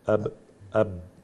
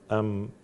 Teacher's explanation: الباء منطبقة أكثر والميم أدخل قليلا